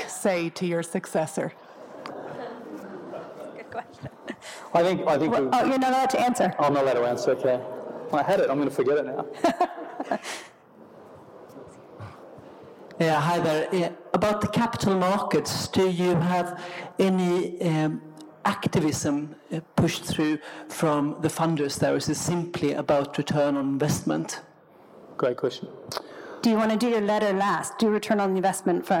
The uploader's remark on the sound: on stage at the Festival of Place